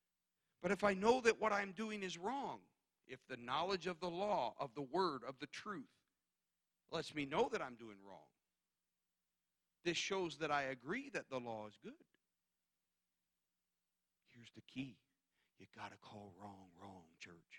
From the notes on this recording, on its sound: guest preaching at Calvary Tabernacle in Wrightstown, NJ